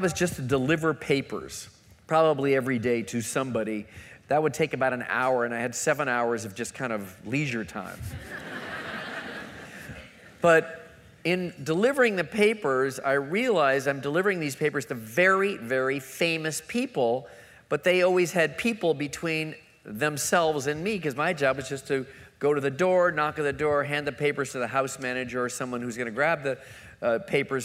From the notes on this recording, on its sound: Recorded April 7, 2015 at New York’s 92nd Street Y.